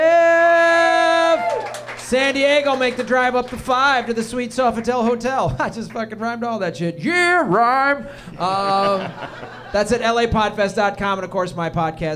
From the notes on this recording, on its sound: Live from the American Comedy Company in San Diego